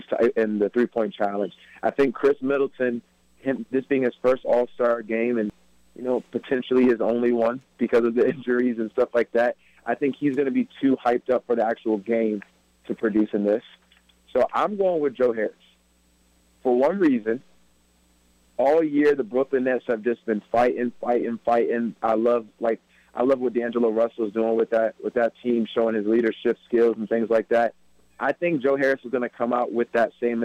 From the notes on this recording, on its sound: joins the pod via telephone